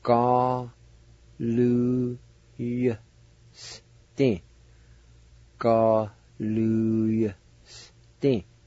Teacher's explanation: You just kind of faintly hear that Y sound.